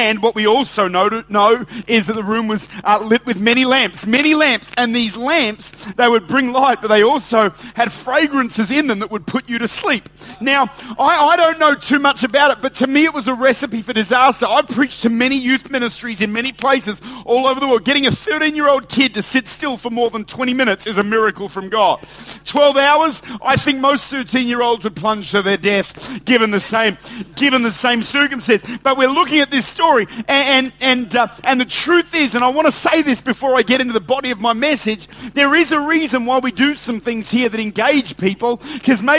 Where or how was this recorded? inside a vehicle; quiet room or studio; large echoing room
large echoing room